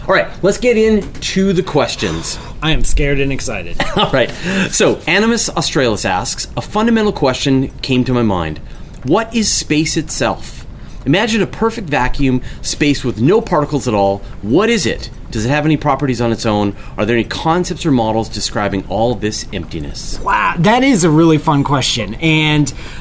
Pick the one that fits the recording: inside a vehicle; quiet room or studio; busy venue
busy venue